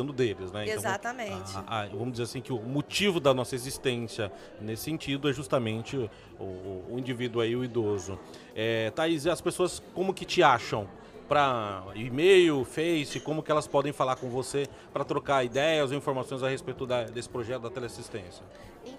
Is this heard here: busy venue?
yes